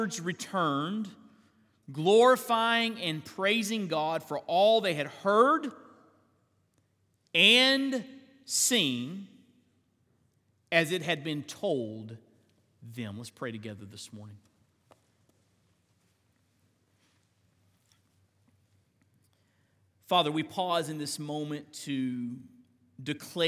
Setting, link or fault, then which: setting, large echoing room